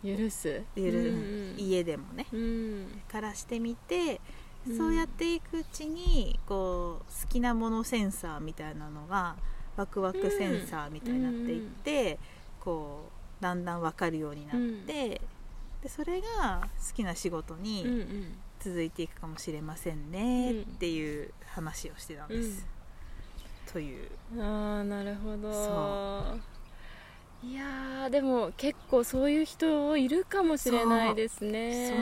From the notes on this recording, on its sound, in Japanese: 自然の中で録音したため、途中風の音などが入っております。